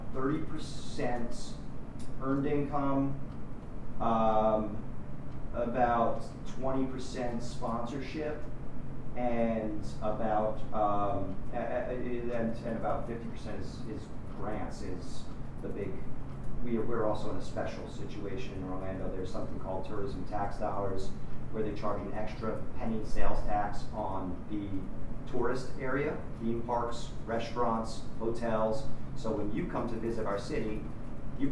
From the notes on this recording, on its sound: Recorded at the 2014 World Fringe Congress in Edinburgh, 10 August 2014.